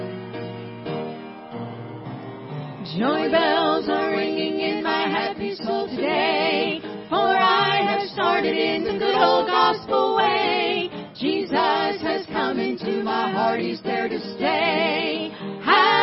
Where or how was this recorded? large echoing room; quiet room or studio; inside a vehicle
large echoing room